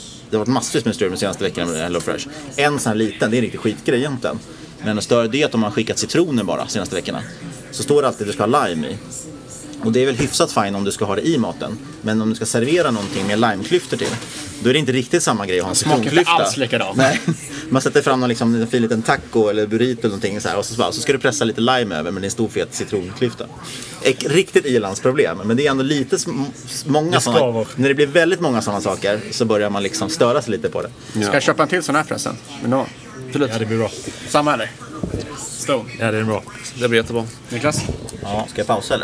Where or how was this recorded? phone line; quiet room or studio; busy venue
busy venue